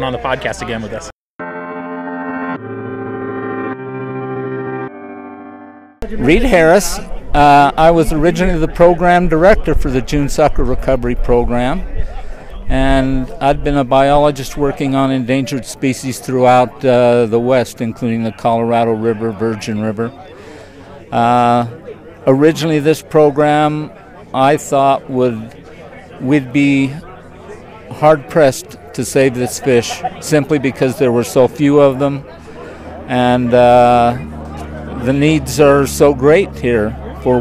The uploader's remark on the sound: These interviews were recorded at the June sucker commemoration event, held outdoors at Utah Lake State Park. You may hear some planes flying into Provo Airport in the background.